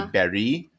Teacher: in French, they put emphasis on the last syllable, so it would be Barry.